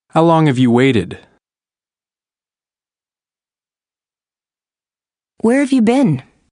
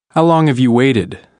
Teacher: Notice how the sound H often disappears in present perfect questions. · Term: Reduction of H